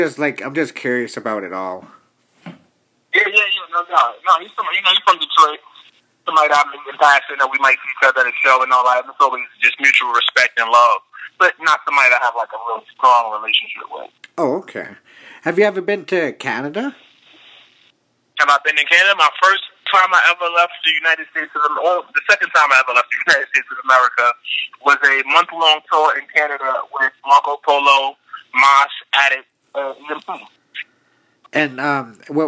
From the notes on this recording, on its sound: called into the show